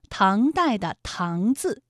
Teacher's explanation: 唐代的唐字也是一个后鼻音，有后鼻韵母昂